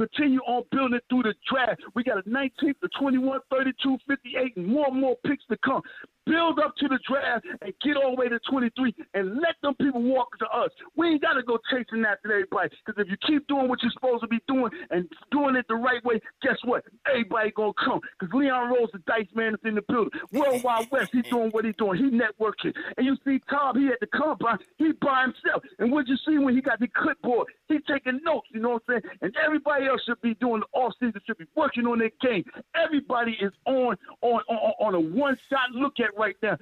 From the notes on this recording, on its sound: They take phone calls from fans around the world.